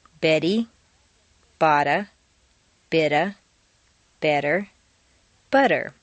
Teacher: In the sentence, Betty bought a bit of better butter, all of the T's are in weak positions, so they all sound like soft D's